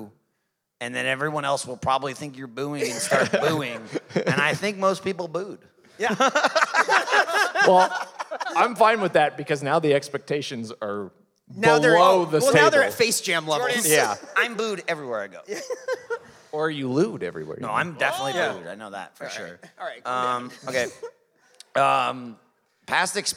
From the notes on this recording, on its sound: This episode was recorded Live in Chicago at Thalia Hall.